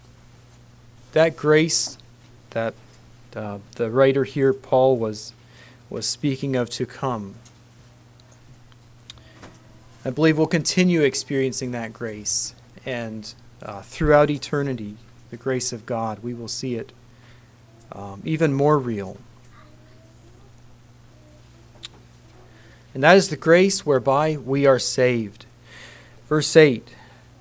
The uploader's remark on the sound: Council Message. Message preached at Word of Hope.